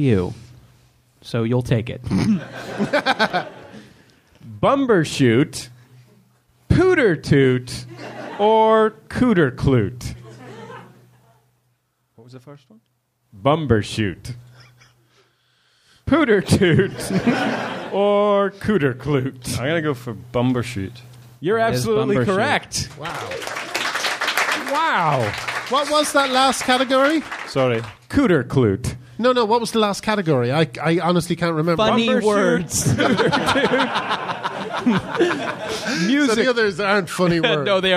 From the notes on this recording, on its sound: Recorded live at the Leicester Square Theatre in London.